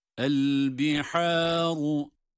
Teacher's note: ha ince harf. Dolayısıyla meddi de ince olarak okunur.